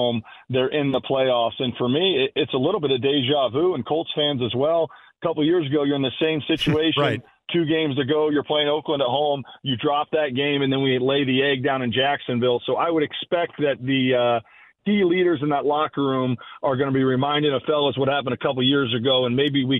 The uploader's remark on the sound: Wraps up the 1st hour with some phone calls! The 2nd hour kicks off with some more phone calls from listeners of the show!